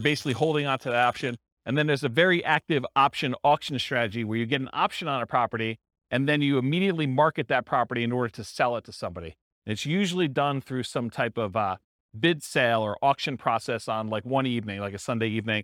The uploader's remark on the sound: This was a live class recorded